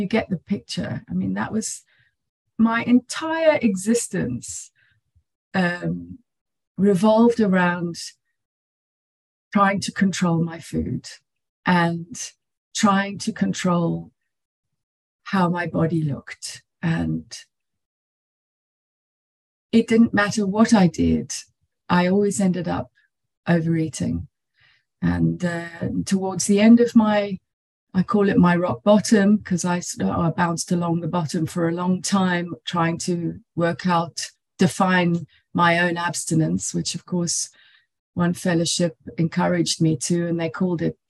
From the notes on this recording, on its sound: She spoke on the Sunlight of the Spirit Zoom meeting.